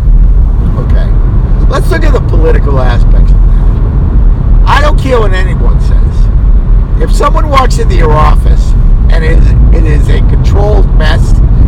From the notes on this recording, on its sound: You may get some extra background noise here.